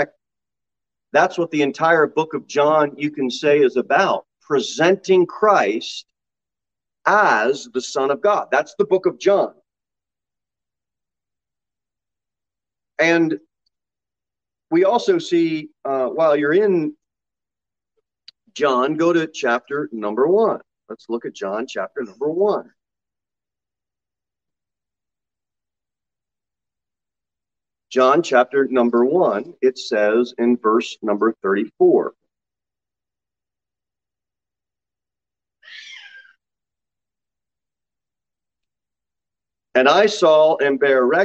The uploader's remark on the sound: Sermon delivered at Pilgrim Baptist Church on Thursday, July 7, 2022 at 6:15 pm. Jere Whitson Rd. Pilgrim Baptist Church is a bible-believing, independent Baptist church.